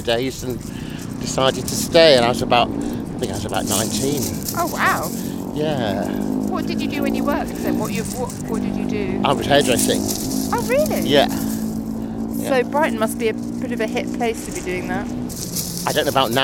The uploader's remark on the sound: Stories about different passions from the Brighton and Hove seafront, when the sun was shining, but the wind was keen. Interrupts people as they go about their everyday lives.